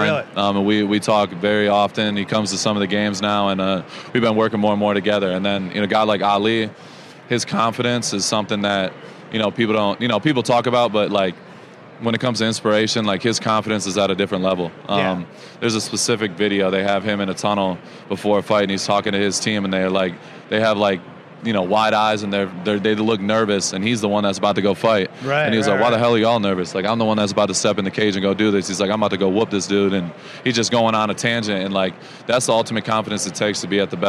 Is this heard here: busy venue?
yes